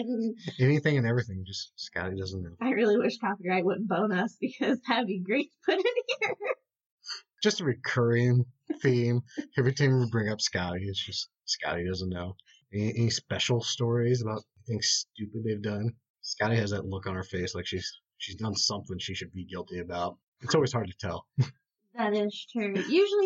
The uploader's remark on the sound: This episode has some audio issues.